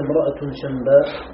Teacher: النون الساكنة حرف رخو ضعيف يمتد بغنة في الخيشوم، والباء حرف شديد مجهور مخرجه من الشفة · Term: إبدال الميم